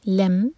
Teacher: لام لائٹ اور میم پر جھٹکا نہ ہو